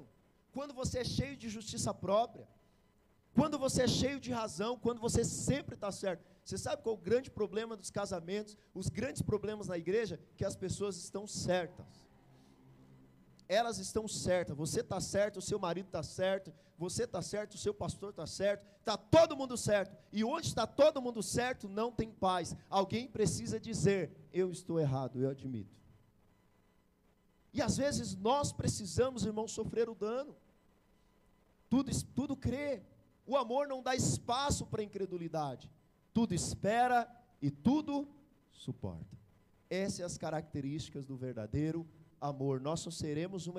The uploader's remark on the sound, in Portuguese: Palavra pregada na igreja Batista Àgua Viva Barueri